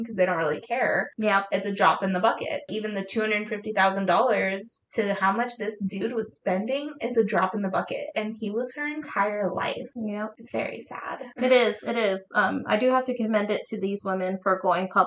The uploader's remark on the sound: We had some technical difficulties when recording this episode so apologies on the sound